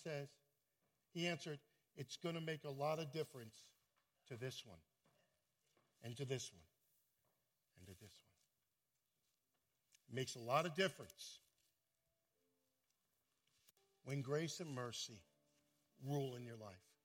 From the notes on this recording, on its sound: at Full Gospel Church in Livingston, NJ